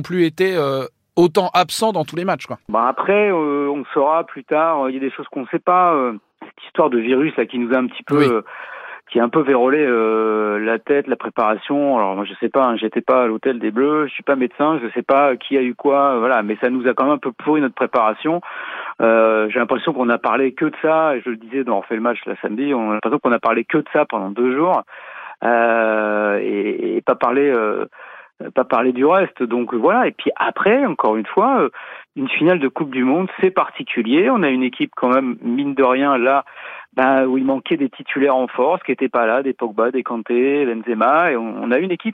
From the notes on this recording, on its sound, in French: quelques minutes au téléphone